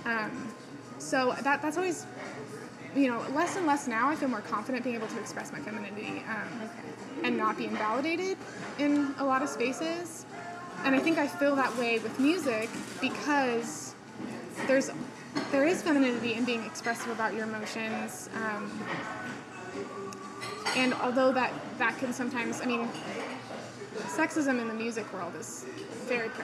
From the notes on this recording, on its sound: Unfortunately, the audio turned out a bit shabby in this episode. The sound of the espresso maker, neighboring chit chat, and overall coffee shop vibes.